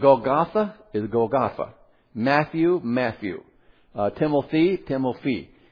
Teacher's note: anytime you have a TH in their Bible, it's F sound